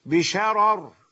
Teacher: طيب، وغير ورش إذا وقفوا نقول أيضا لهم وجهان، الوجه الأول السكون المحض، تفخيم الراءين مع السكون المحض